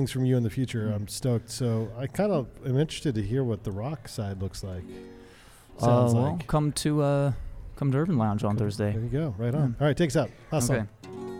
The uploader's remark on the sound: LIVE from the Monarch Building in the heart of Ogden Utah's Nine Rails Creative District